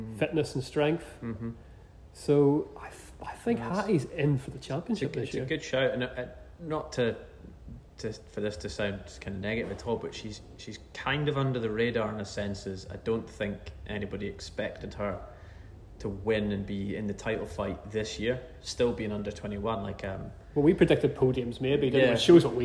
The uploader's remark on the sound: Someone has let us record the podcast in a brewery! Report in from Tempest Brewing Co.